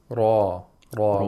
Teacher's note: It's the tip of the tongue touching the alveolar ridge behind the upper front teeth. · Term: place of articulation